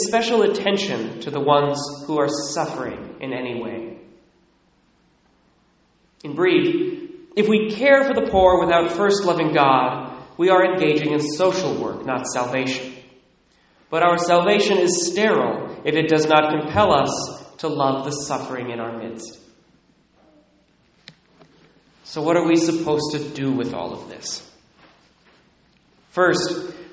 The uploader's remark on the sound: Recorded at Immaculate Heart of Mary, Sedro-Woolley, WA (11:15am)